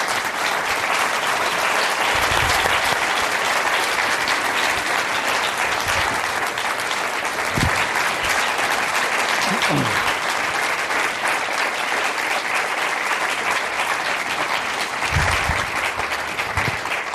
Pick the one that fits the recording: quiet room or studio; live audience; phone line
live audience